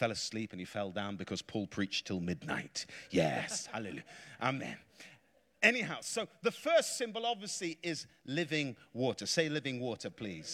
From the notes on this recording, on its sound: Preached in a revival meeting in Florida